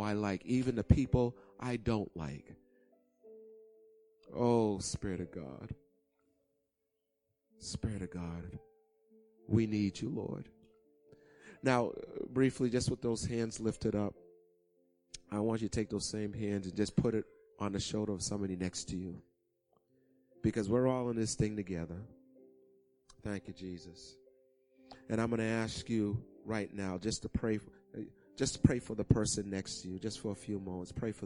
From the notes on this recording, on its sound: Recorded on 2016-03-13 08:30am Service